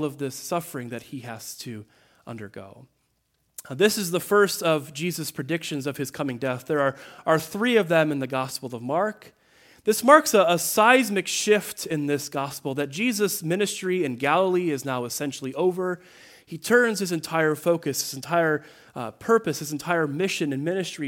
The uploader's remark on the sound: The 4th Sunday of Lent at Greenfield Presbyterian Church in Berkley, MI.